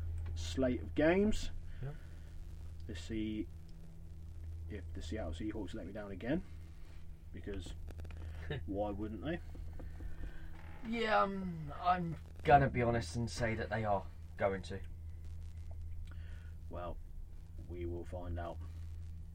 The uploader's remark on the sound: We are back again in our usual spot back in the van with coffee and a good podcast coming up.